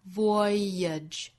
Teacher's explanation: 两个音节连在一起读，必然会产生中间一个小小的 y 来连贯